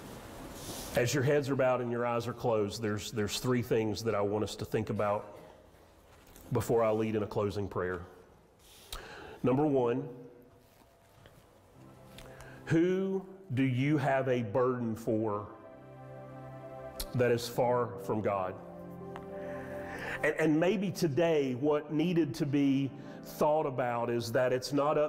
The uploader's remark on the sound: Sermon audio from Mission Church in Locust, NC.